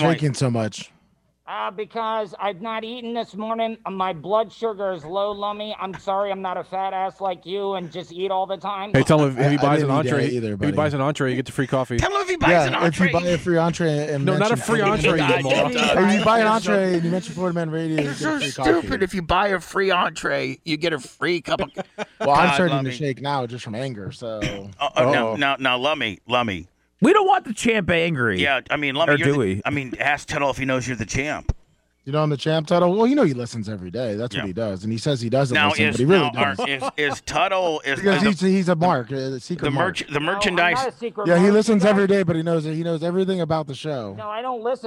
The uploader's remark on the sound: on location at the Boston Coffee House in Altamonte Springs